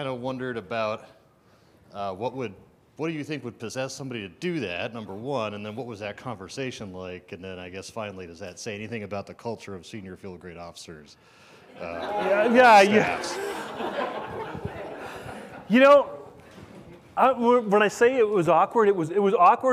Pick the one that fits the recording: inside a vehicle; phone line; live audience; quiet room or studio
live audience